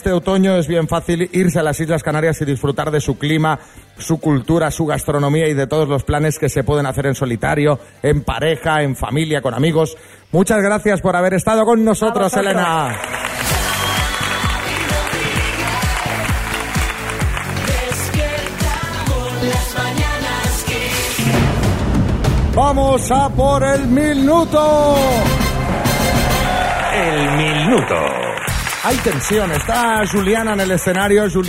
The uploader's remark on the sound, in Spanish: en directo desde el MUSEO GUGGHENHEIM BILBAO